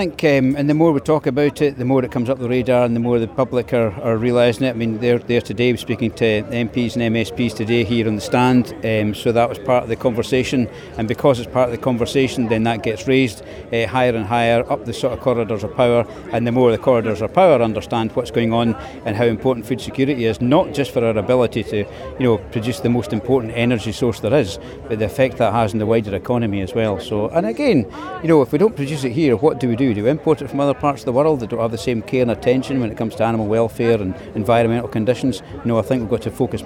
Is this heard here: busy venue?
yes